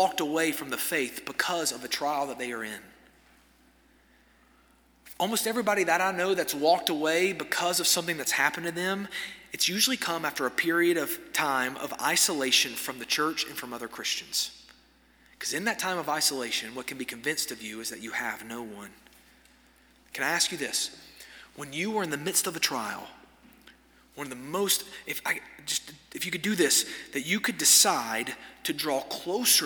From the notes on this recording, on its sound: At First Baptist Church Hendersonville, NC during the Wednesday night Bible study hour.